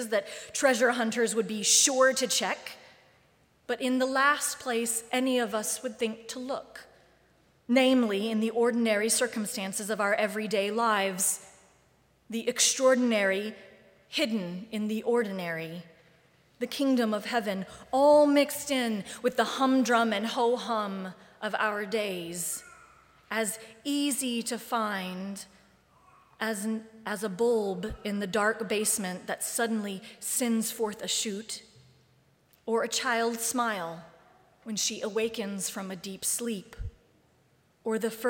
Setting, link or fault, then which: setting, large echoing room